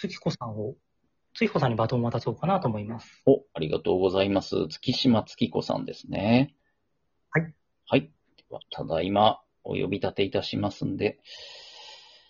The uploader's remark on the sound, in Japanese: Radiotalkアプリの「リモート収録機能」を使って、ラジオトーカーさんをお友だち数珠繋ぎ方式でゲストにお呼びしていきます！リモート収録 #ラジオトーカー #ゲストと一緒に配信 #2人組 #笑い声あり。